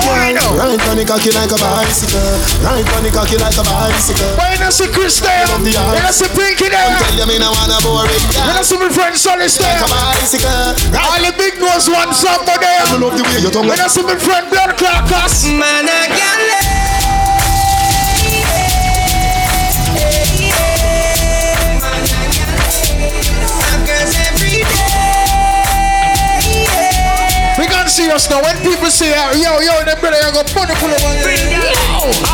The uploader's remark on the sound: Live Audio From Inside A Regular Friday Night Inside Sit & Sip Lounge!